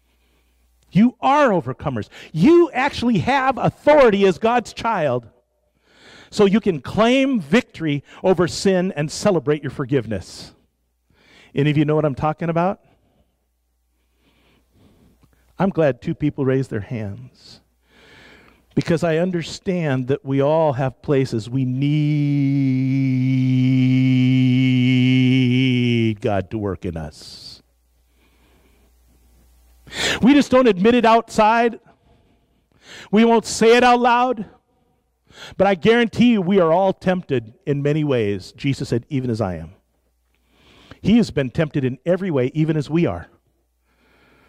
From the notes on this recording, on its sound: live from Sacramento First Church of the Nazarene in 2019